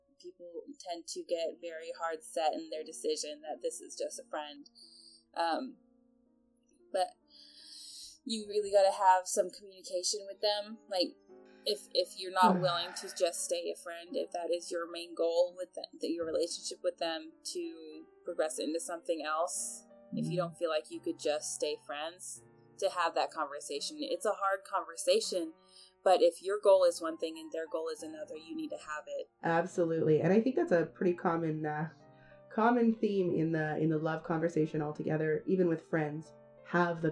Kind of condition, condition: fault, poor sound quality